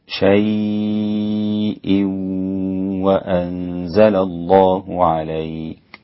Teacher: هنا كلمة شيء إذا وقف عليها حمزة فإنه يسهل الهمزة شيء، وإذا وصل فإنه يسكت على الساكن قبل الهمز، هكذا شيء وأنزل الله عليك. وورش يمد اللين 4 حركات، شيء وأنزل الله عليك.